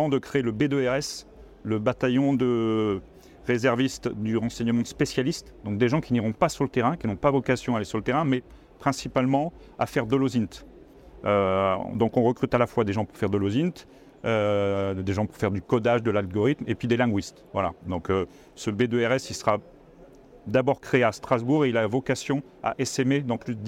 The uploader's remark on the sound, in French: Un épisode enregistré sur le salon Milipol à Paris.